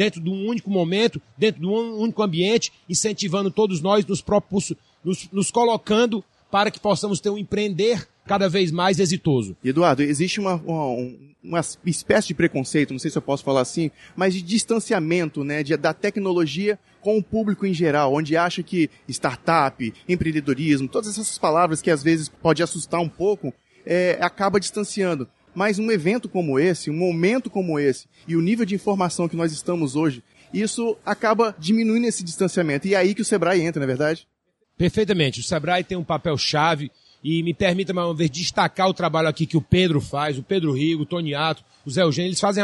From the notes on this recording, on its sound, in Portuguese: Podcast gravado no evento "Sebrae - Circuito Startup Summit Espírito Santo".